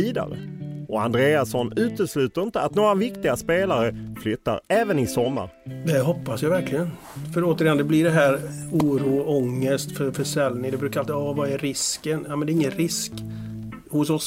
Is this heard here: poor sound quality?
no